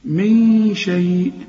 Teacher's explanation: الشين من حروف الإخفاء، عاوزين غنة هنا